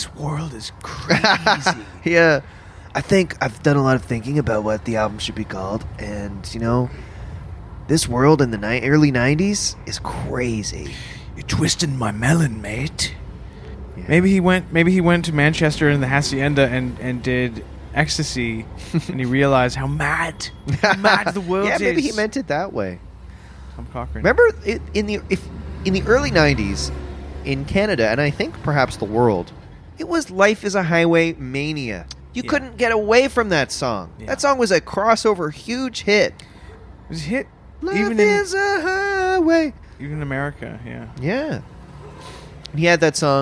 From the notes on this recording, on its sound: LIVE From the Santa Claus Parade! Reporting live from the Toronto Santa Claus Parade!